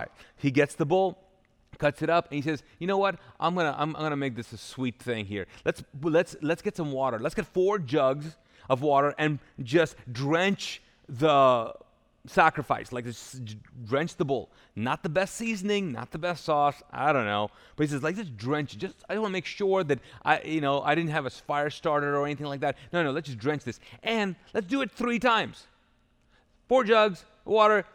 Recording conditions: large echoing room